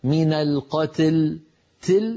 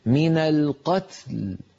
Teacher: فلا يقول أحدنا من القتل تل، هذه نكون قد جعلنا التاء قد مالت إلى الكسر وهذا لا يصح. لابد أن نبقي التاء ساكنة واللام ساكنة · Shown in: second take · Term: اجتماع الساكنين